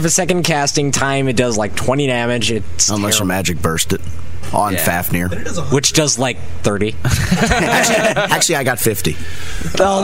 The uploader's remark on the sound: Limit Break Radio's 2007 Fan Fest Special Day 1. We also have interviews and actual event audio. Many of the other activities at this years Fan Festival.